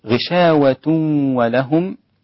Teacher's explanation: إدغام مع الغنة مع الواو، التنوين مع الواو